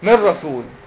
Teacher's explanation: من رسول يعني ادخل النون في الراء لكن ما اعملش غنة